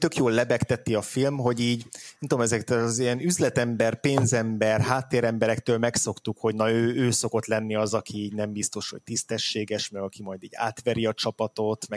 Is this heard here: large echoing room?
no